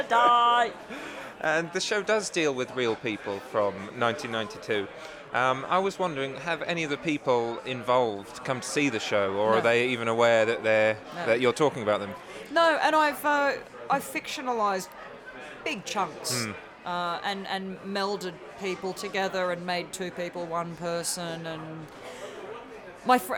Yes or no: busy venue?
yes